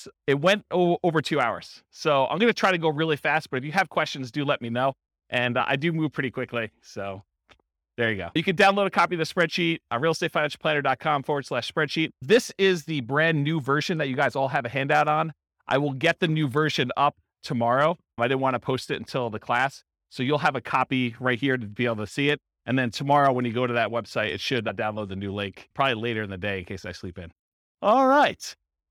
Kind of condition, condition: setting, live audience